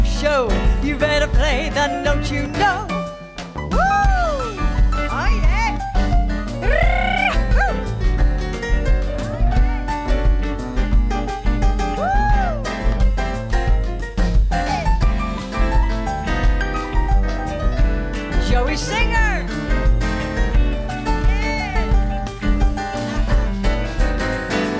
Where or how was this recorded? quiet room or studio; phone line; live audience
live audience